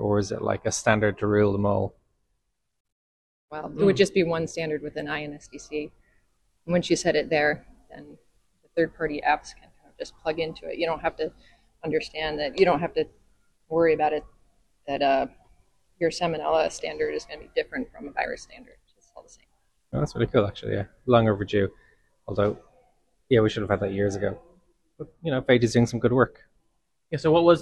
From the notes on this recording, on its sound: at the Global Microbial Identifier conference (GMI13) in Vancouver Canada